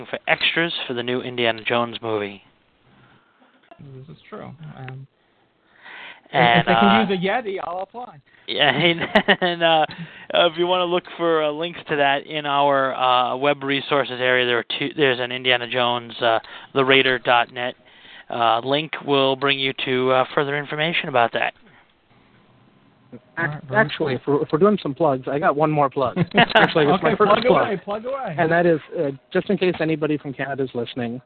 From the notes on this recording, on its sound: With live listener feedback. Recorded live on the net via TalkShoe on Sunday, 10th of June 2007. Note: This is a "Rough, Ready, and Raw" version -- this podcast episode is going out as it was recorded, with no post production work...